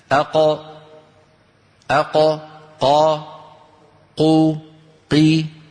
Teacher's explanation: القاف منين بتطلع كما نرى؟ من أقصى اللسان مع الحنك اللحمي. · Term: القاف الفصيحة